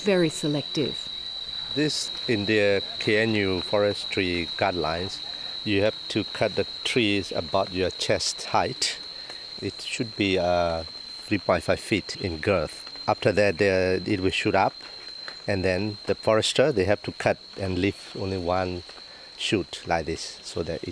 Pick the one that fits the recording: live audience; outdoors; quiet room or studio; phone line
outdoors